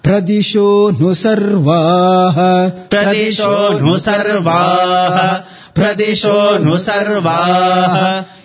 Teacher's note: The nu syllable has got the anudatta intonation.